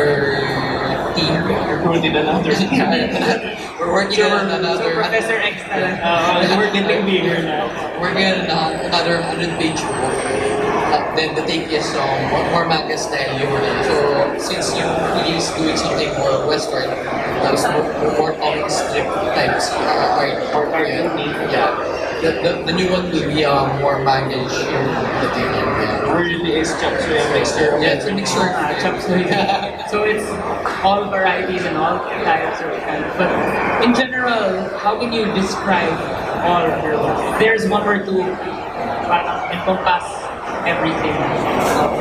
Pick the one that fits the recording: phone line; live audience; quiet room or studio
live audience